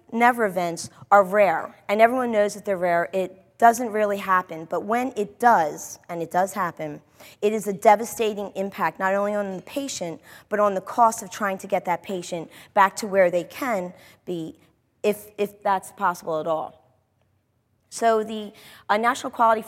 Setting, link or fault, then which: setting, live audience